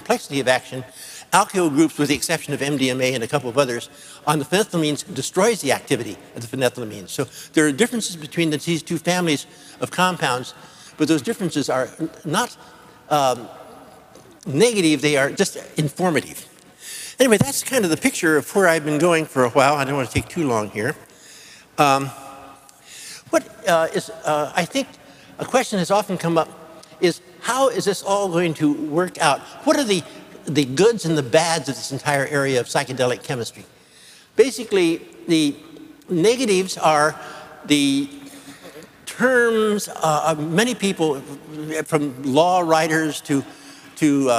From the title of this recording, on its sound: Future of the Brain Symposium Lecture 2005